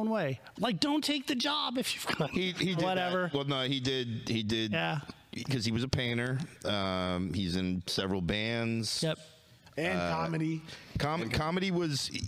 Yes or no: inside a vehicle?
no